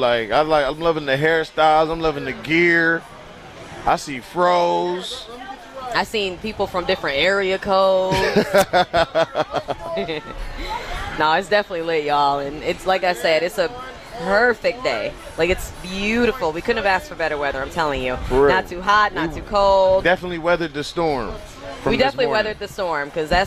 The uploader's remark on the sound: 101.7 The Truth held their FIRST LIVE remote broadcast at the 50th anniversary of Juneteenth.